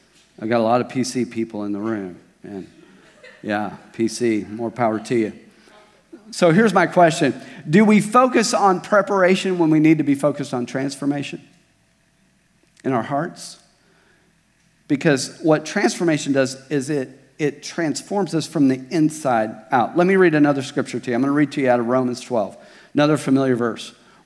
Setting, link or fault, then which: setting, large echoing room